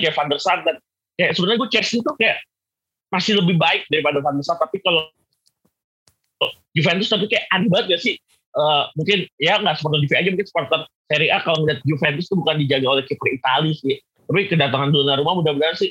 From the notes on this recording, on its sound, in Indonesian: moon maaf kalo sound kurang asoy